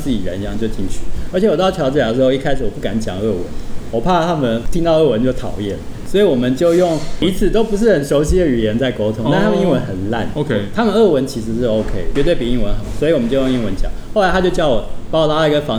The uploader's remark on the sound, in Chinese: 本集白噪音指數：微風級 2/5。就算有隔板的消音、口罩的阻擋、糕餅房傳出的砰砰碰碰聲，及梅花座的難題。在貼合主題的【明星咖啡館】現地錄音！錄音地點： 明星咖啡館 - Cafe Astoria。